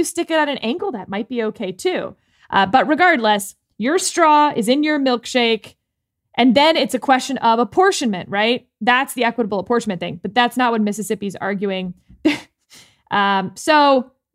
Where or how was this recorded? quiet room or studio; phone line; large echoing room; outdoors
quiet room or studio